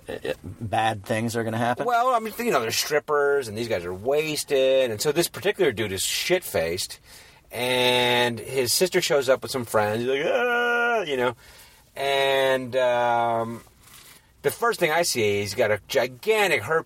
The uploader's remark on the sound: Another road trip, another chew session. In the car as they drive.